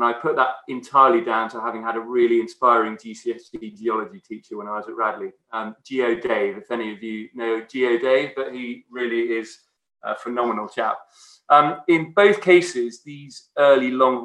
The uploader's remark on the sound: This podcast is a recording of a Beyond Radley event - virtual talks by experts from the Radley community.